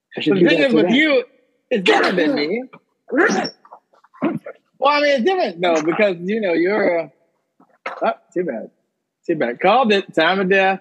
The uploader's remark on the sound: Special 4-part Summer Zoom Edition.